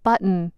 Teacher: When we pronounce this word, we sometimes swallow the T's and pronounce it button.